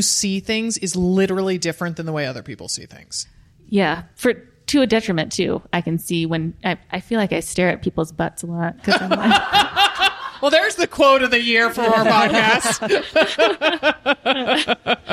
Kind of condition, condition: setting, live audience